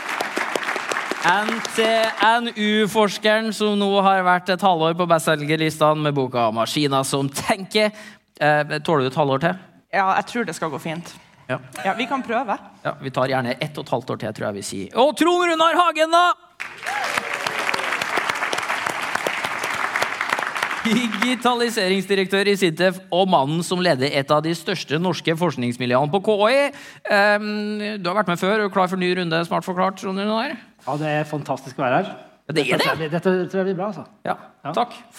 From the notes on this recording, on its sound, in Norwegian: Direkteopptak fra Digital fremtid. Digital fremtid – konferansen som skal få fart på digitaliseringen av Norge.